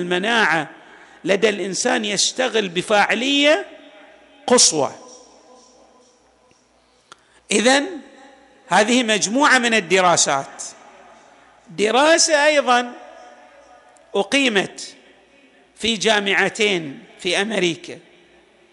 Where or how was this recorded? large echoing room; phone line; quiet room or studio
large echoing room